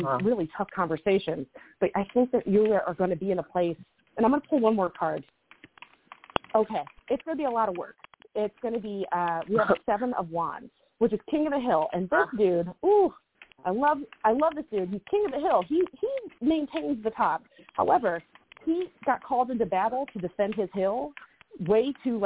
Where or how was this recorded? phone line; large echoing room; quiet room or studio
phone line